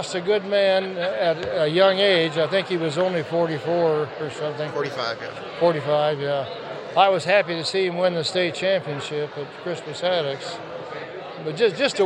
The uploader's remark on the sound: Four interviews conducted on location at this weekends dedication ceremony for the Bill Garrett state historical marker.